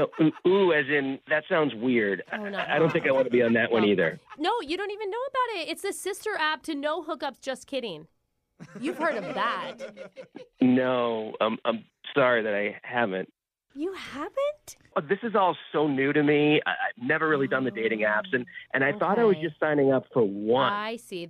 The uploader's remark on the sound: Phone Tap